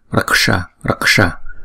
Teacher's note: Chữ S là cong lưỡi lại búng ra